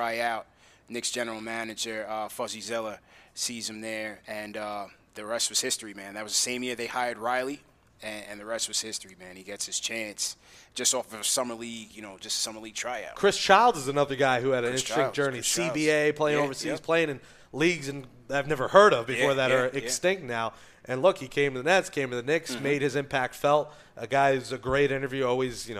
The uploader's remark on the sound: interview Knicks legends at Clyde's Wine & Dine in NYC